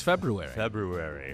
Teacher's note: Pronounces the R in front of the U.